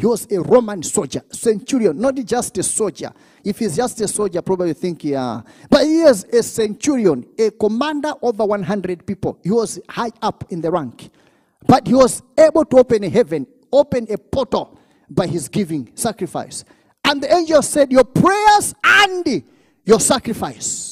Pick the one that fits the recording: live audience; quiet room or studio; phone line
live audience